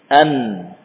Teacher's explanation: Sebagian besar suaranya pindah ke hidung, ya, atau bahkan mungkin semuanya pindah. · Term: nun